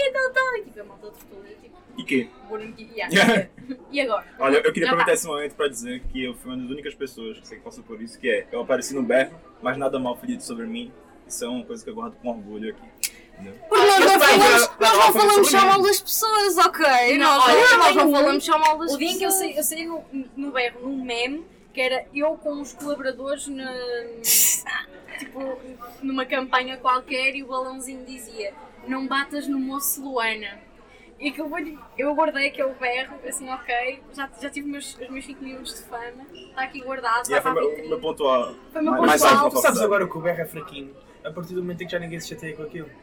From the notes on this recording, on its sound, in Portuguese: Pedimos desculpas pela qualidade do Áudio